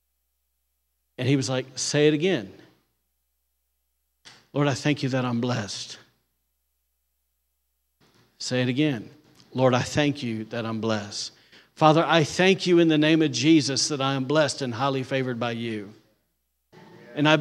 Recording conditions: large echoing room